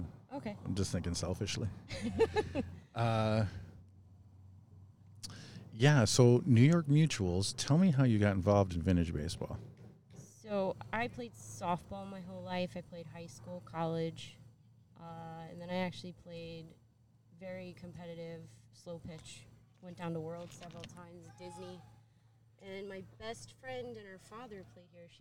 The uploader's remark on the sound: travels to Old Bethpage for the Doc Adams Vintage Base Ball Festival